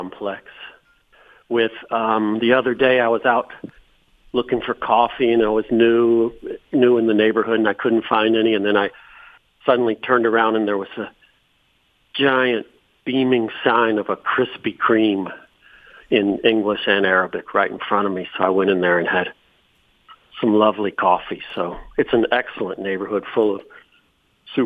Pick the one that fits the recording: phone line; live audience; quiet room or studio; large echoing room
phone line